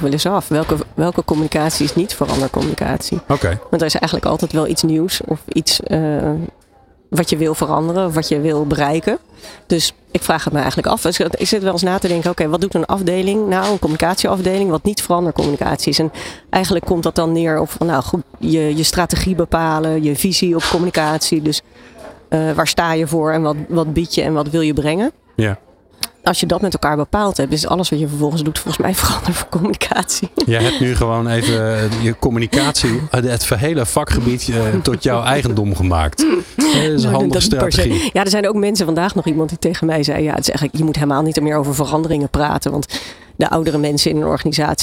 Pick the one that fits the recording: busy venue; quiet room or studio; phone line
busy venue